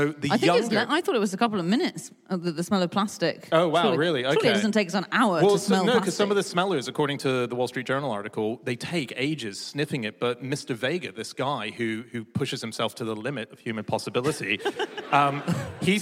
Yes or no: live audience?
yes